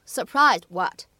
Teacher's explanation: surprised 和 what 放在一起呢，当中会有一个类似于不完全爆破的处理